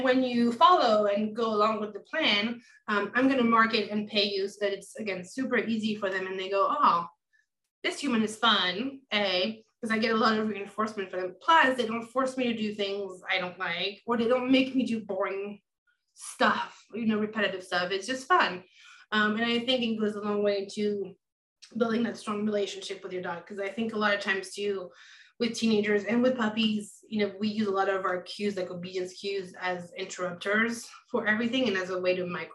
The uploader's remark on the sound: Recorded Webinar